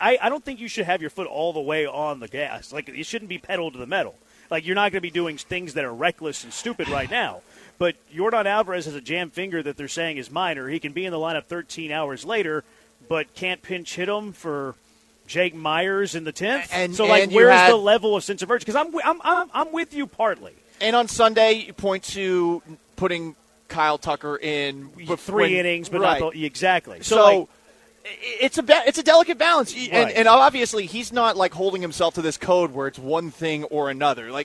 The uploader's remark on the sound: LIVE from Circa Resort & Casino in Las Vegas!